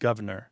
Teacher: governor with that first R dropped · Term: R Dissimilation